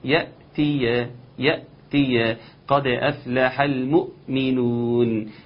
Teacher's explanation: همزه قطع بينقطع الصوت عندها من غير قلقله ومن غير اي حاجه